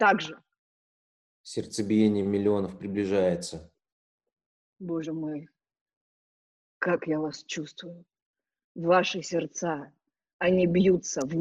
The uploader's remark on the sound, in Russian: Читка состоялась в формате zoomconference 4 и 6 мая 2020 года. Запись онлайн читки пьесы литовского драматурга … "Спящие". Читка состоялась в формате zoomconference 4 и 6 мая 2020 года.